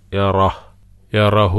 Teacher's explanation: യറഹ റാ കഴിഞ്ഞിട്ട് ചെറിയ ഒരു ശ്വാസം പുറത്തേക്ക് വിടുക, കാറ്റ്